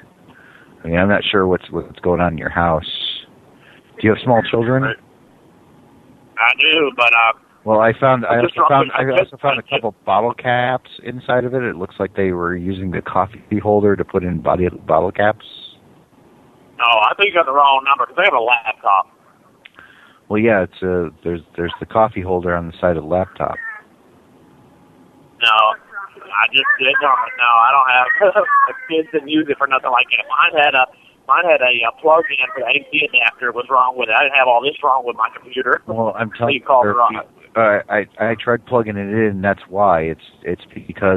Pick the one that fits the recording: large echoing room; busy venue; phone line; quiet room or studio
phone line